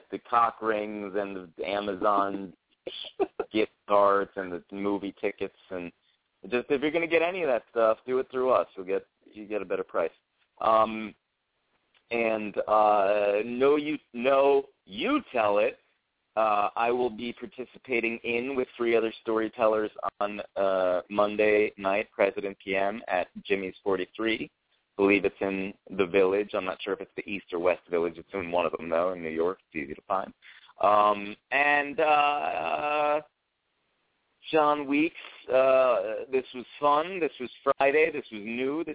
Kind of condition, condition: link, phone line